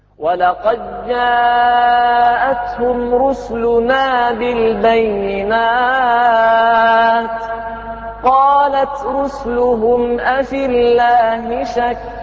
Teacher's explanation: يقرأ بإسكان السين في هذه الكلمات إسكان السين اللي هي المضمومة